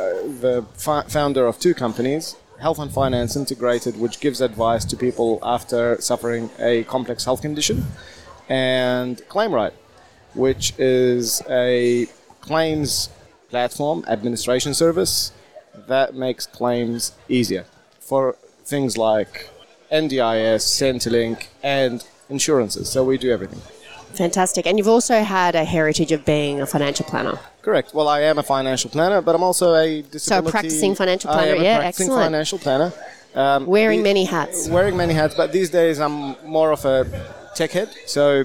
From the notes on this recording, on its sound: Recorded at the 2022 FPA Professionals Congress